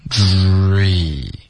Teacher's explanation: 稍微慢一点然后注意它是要有一个滑动的开头嘴唇是撅起来的然后结尾嘴唇就放松了